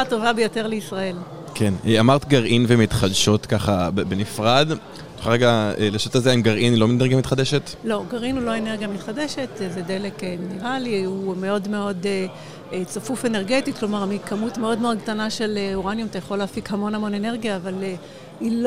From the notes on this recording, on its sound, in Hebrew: בפרק שהקלטנו במסגרת הכנס "האם הגיע הזמן לאנרגיה גרעינית?" שהתקיים באוניברסיטת רייכמן.